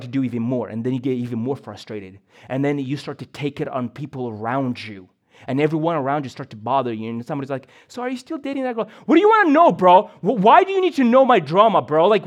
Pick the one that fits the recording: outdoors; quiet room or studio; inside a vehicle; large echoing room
large echoing room